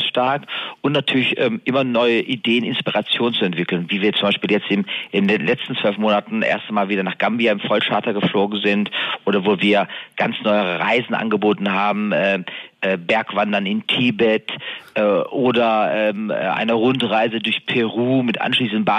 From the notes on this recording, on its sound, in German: im Telefoninterview